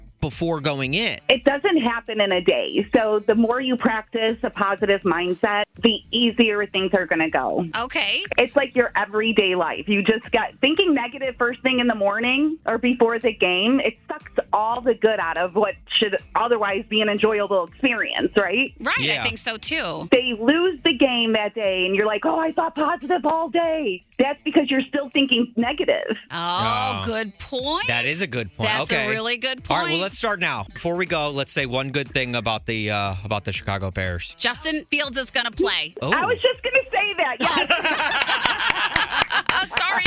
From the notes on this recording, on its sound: called